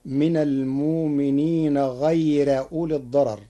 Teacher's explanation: قرأ ورش كلمة غير بنصب الراء مع الترقيق